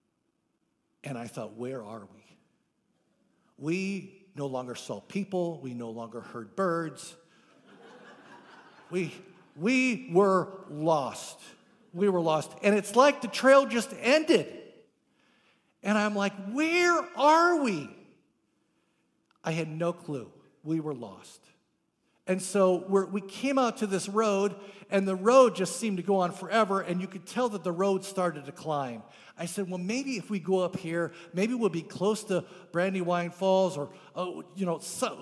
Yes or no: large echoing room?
yes